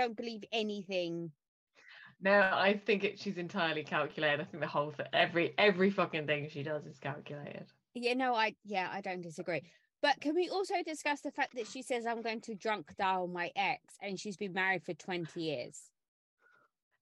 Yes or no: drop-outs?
yes